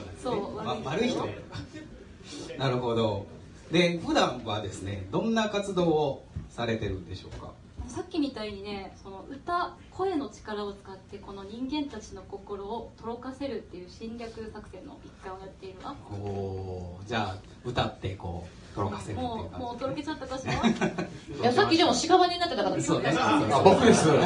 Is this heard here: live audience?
yes